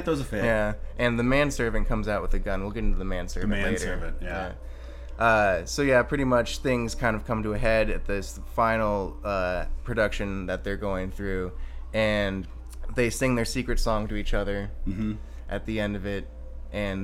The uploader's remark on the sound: an impromptu night out on the town recording